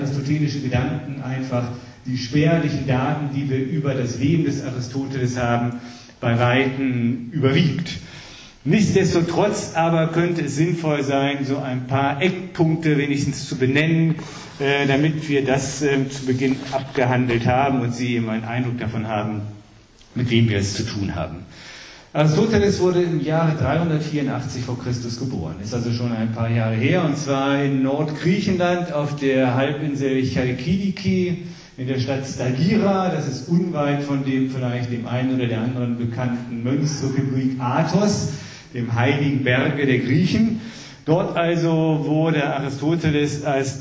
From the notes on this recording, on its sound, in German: Die Aufnahmen sind Livemitschnitte seiner Vorträge im Kanzlerpalais in Fulda aus dem Jahr 2015.